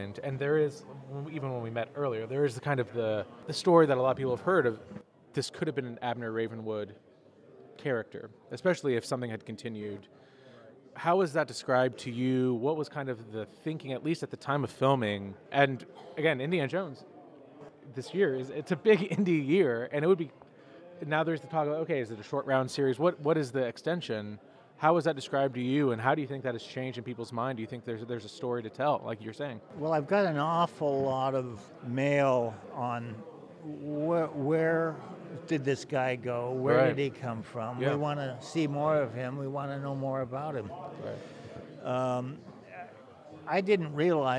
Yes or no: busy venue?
yes